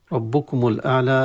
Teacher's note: اللام أعلى تظهر عند الهمزة، وكذلك المد الطبيعي في الأعلى.